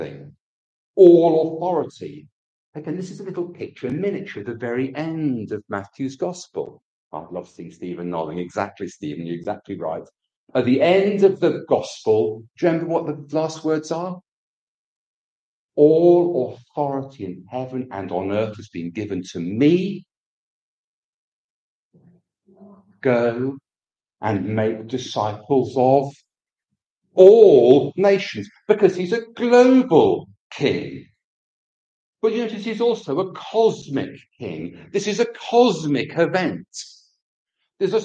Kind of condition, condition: setting, large echoing room